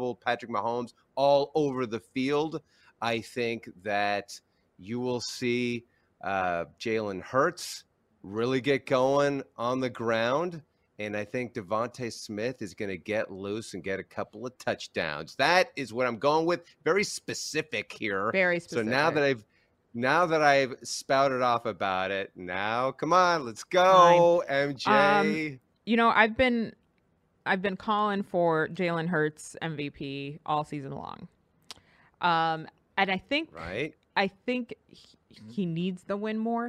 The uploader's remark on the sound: Live from Super Bowl LVII Radio Row.